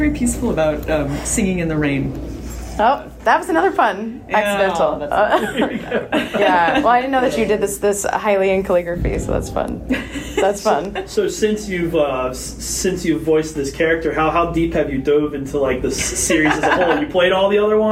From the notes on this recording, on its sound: The interview in in the middle of a convention, so there's a bit of noise